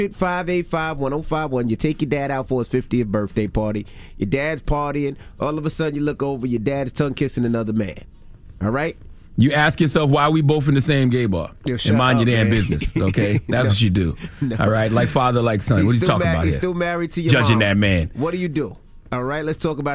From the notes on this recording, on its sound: Today on the show we opened the phone lines